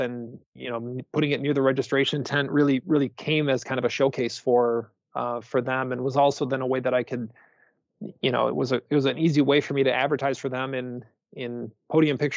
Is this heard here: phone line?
no